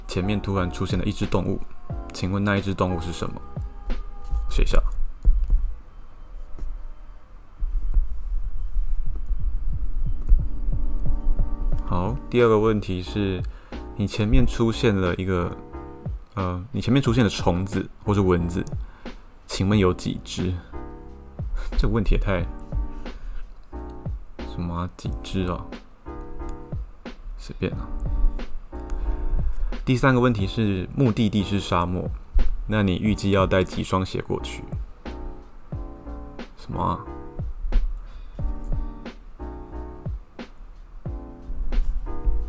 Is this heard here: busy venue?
no